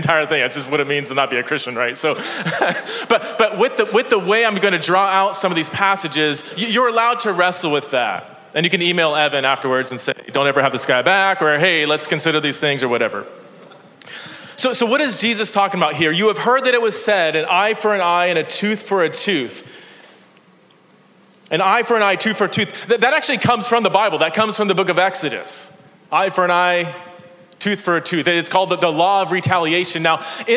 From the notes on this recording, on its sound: This is a sermon that I preached at Park Hill Church in San Diego, CA.